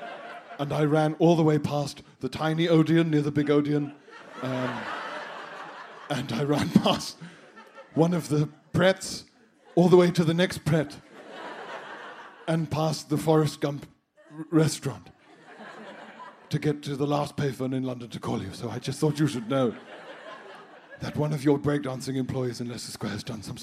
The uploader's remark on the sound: BudPod Live at the Leicester Square Theatre!